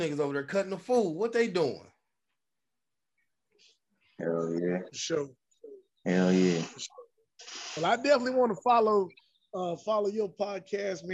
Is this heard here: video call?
yes